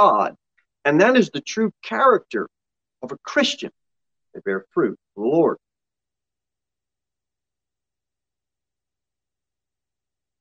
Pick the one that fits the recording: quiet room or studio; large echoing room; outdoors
large echoing room